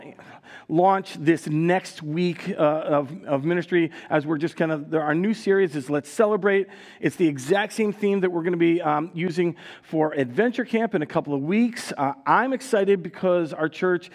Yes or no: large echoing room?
yes